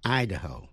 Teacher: Idaho, I-D-A-H-O, nhấn mạnh vào vần đầu